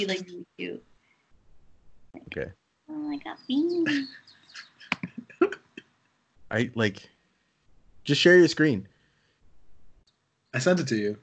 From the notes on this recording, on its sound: We got video now, we are doing the whole Skype recording and quarantine live from Sanjose.